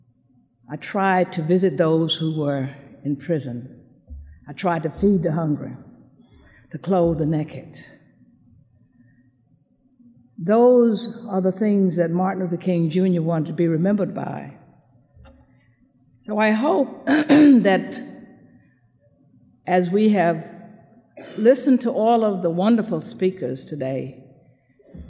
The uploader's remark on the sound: recorded at the Academy of Achievement's 1997 program in Baltimore, Maryland